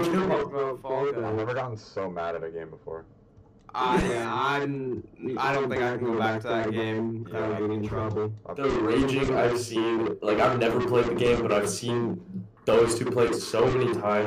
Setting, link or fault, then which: fault, poor sound quality